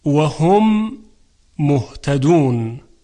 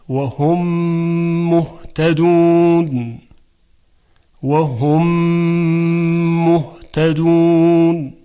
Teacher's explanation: اگر میم ساکن در آخر کلمه قرار بگیره و بعد از اون میم متحرک دیگری باشد، اینجا ادغام انجام میشه که ادغامش هم از نوع ادغام متماثلین یا مثلین هست و با غنه همراهه